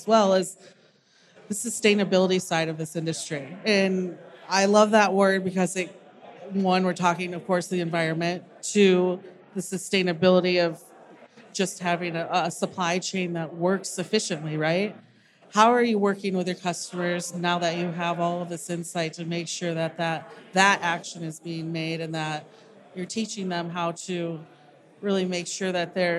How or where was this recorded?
busy venue